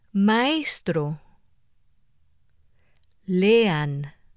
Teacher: Adjacent strong vowels, A, E, O, form separate syllables.